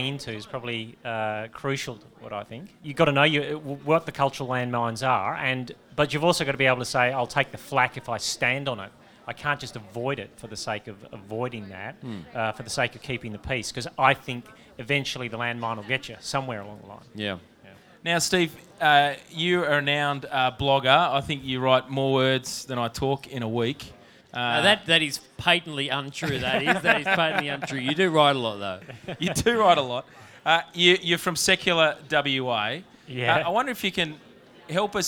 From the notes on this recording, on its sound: Live from Multiply18